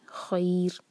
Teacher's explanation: ہم جب رکیں گے تو ہمارا جو را ہے وہ باریک ہوگا بیکاز اس سے پہلے یا ہے خیر. اگلا ورڈ ہے اِحْبِطُوا، اب یہاں پر جو الف ہے اس کو ہم کہتے ہیں حمزۃ الوصل.